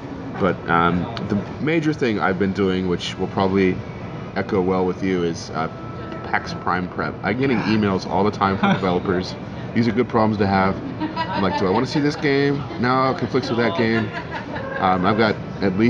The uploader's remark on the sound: come live to you from Barrel Mountain Brewing in downtown Battle Ground, Washington